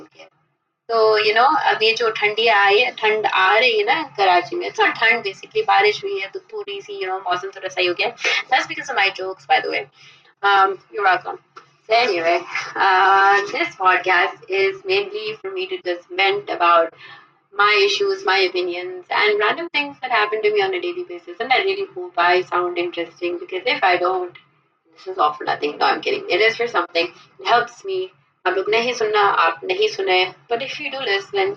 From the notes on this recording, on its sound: Sorry for the audio quality